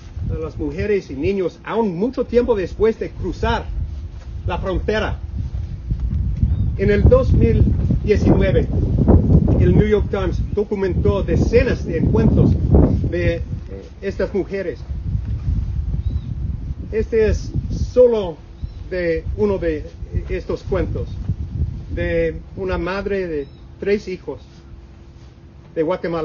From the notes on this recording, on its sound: MISSION, Texas - Four Republican senators held a press conference at Anzalduas Park in Mission last week. With the Rio Grande and Mexico as a backdrop.